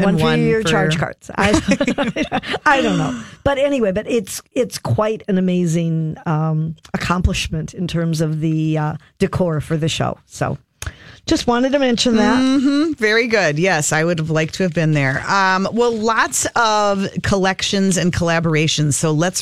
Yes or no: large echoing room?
no